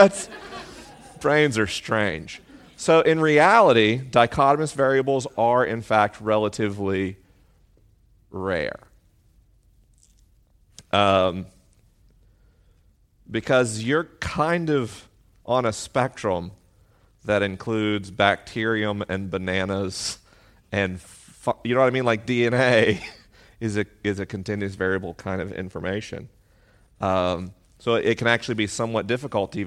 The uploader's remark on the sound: LIVE in Boston, MA. This week is a live episode: the questions are unscreened and the answers are unrehearsed.